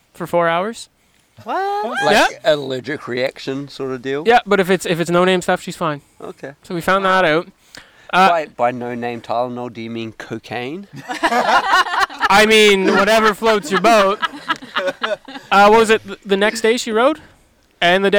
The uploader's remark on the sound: For one last time we are on location at Sugarloaf Bike Park, New Brunswick, for the last chair of the 2021 season. We have the entire ride crew along for a chat.